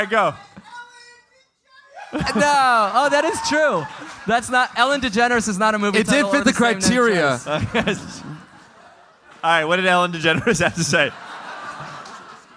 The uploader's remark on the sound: Live in Austin